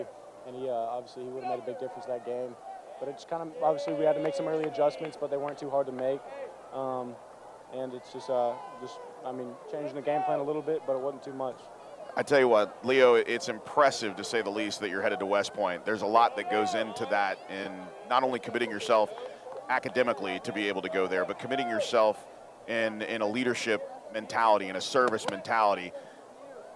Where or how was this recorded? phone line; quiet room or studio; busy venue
busy venue